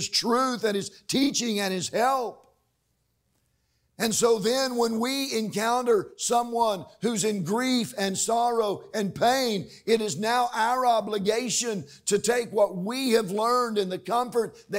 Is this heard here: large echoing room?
yes